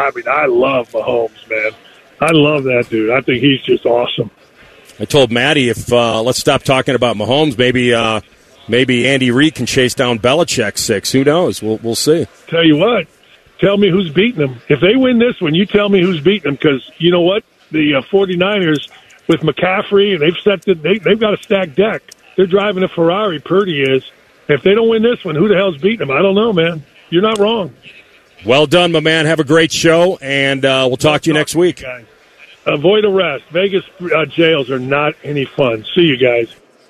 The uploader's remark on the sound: live from Radio Row!